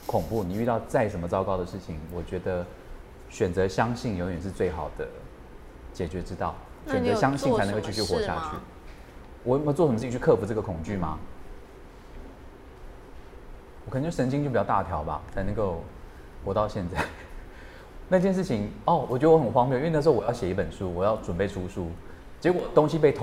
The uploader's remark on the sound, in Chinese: 在BAZAAR Taiwan 30週年的舞台上